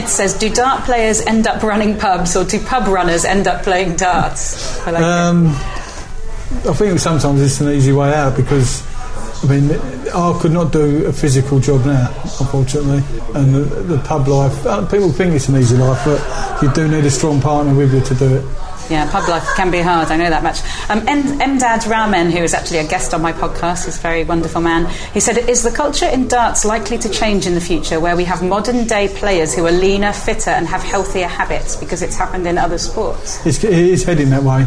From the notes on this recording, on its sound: mutual local pub, Blackheath’s The Royal Standard